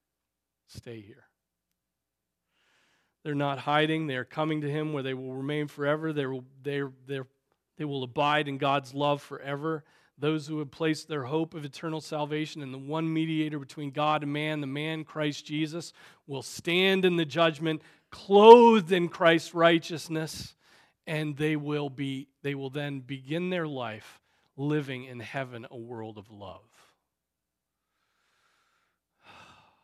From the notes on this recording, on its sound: Preached on December 24, 2023 at Trinity Presbyterian Church